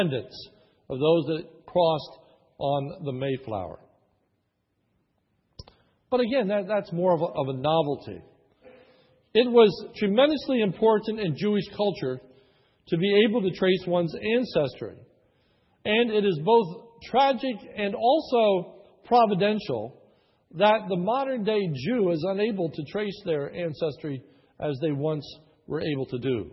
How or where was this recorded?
large echoing room